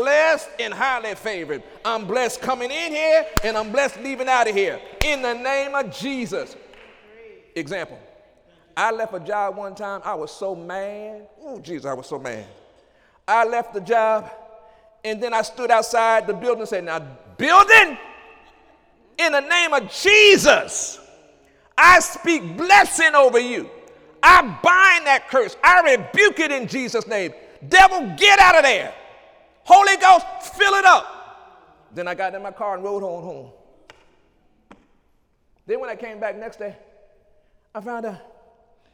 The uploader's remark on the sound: During Sunday morning service